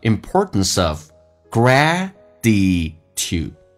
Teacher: S 跟 of 形成个连音叫 importance ofgratitude